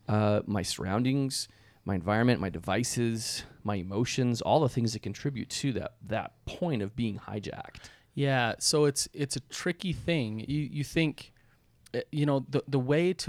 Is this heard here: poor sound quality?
no